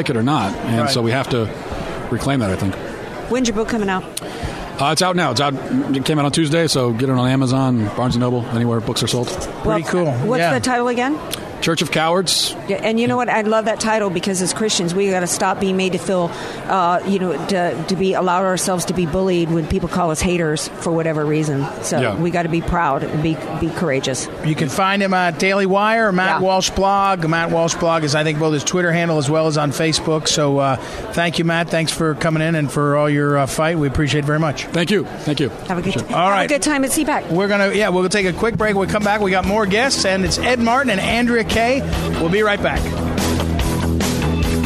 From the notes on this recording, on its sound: joins us live from CPAC